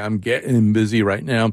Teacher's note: And for example, here in Connecticut, we have this kind of central Connecticut accent, sometimes called a New Britain accent that includes sort of a glottal stop. You say, I'm getting busy right now.